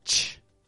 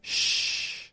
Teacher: the CH sound releases a quick burst of air through the teeth, whereas the SH sound is a little bit softer and stretches out more than the CH.